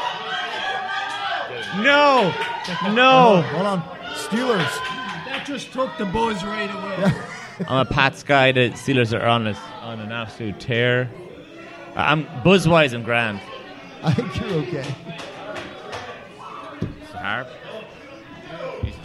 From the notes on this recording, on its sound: Recorded live at Brendan's Irish Pub.